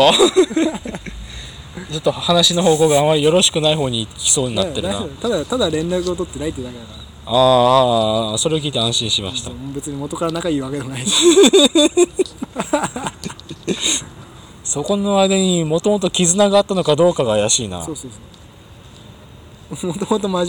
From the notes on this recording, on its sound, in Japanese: 西日暮里で2人。いつも収録している公園。